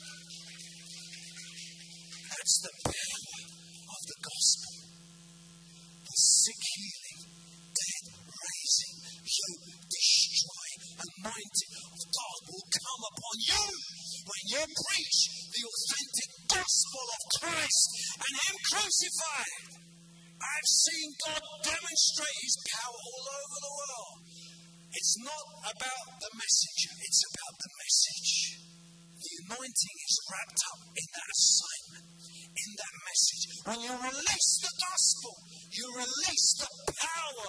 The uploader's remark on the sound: preaching at a Church in Thailand